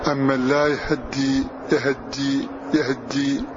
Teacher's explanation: فالاختلاس هو الإسراع بفتحة الهاء